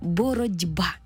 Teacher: В транскрипції буде зі звуком «д», бо глухий звук уподібнився до дзвінкого. Наша «т» стала звуком «д».